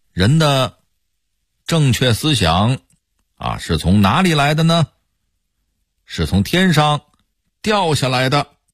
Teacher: 这个的字还特意的念成了滴。 · Term: 官腔